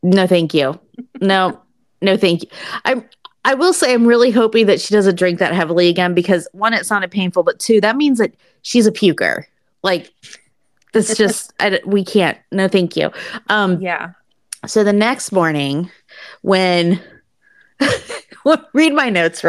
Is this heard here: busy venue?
no